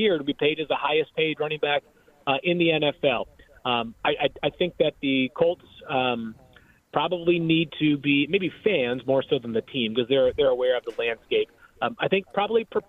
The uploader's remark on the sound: Live from Colts Training Camp